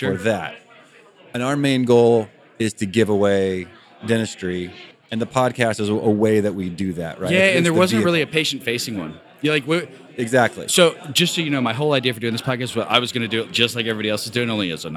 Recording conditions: busy venue